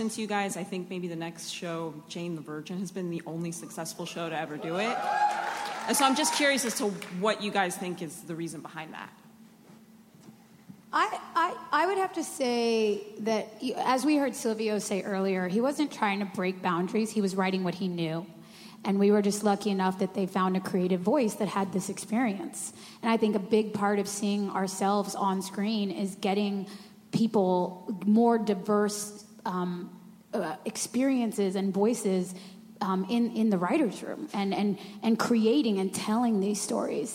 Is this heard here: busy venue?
yes